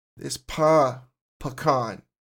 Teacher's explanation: every one of those pronunciations puts an emphasis on the second syllable